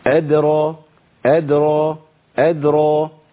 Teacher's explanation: هيئة شفتين تخلص المشكلة خالص. الساكن عندي حرف مرقق أد، الراء عندي مفخمة أدرى